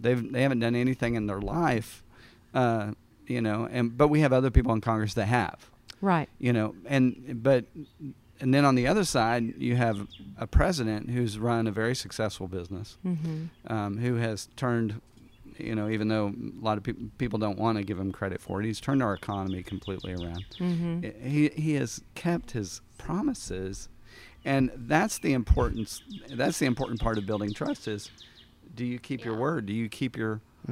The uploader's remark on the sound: Recorded outside we've got some exciting stuff as a bird tries to steal our thunder!